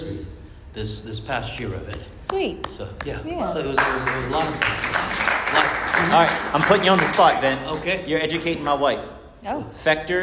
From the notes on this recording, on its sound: This episode was recorded live at The Magicians Alliance of Eastern States.